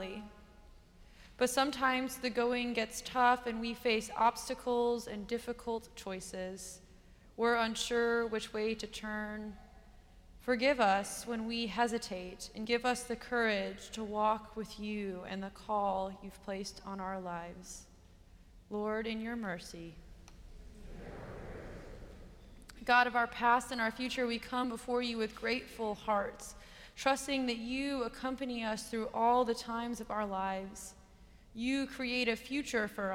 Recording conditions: large echoing room